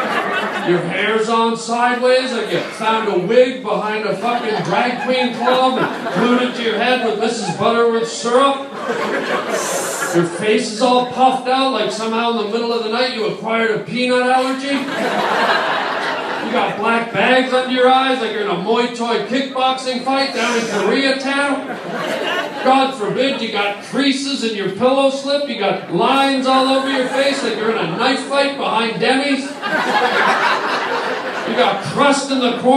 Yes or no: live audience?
yes